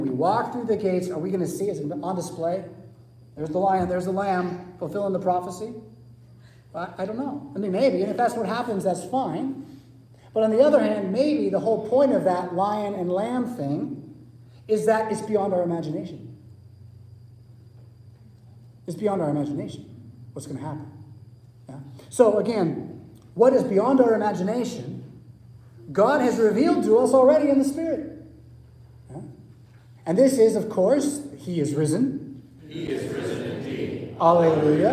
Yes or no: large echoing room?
yes